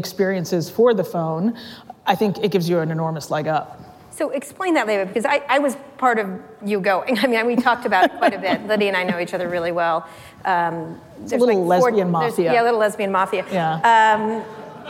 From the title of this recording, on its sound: Live at Code Media 2018